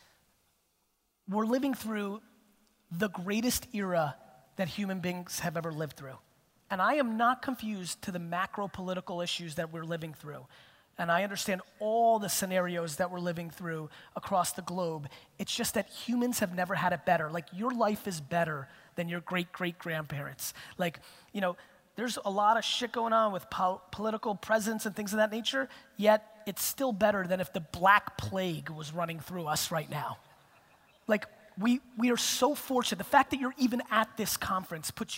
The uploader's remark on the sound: A Keynote: Real Talk Summit, Vancouver 2017.